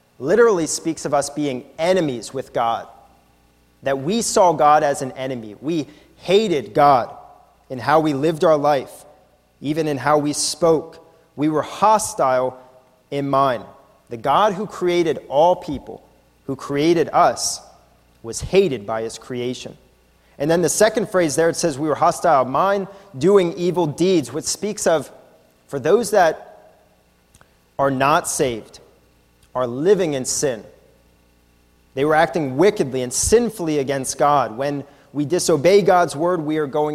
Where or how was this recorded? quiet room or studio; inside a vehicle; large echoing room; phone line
large echoing room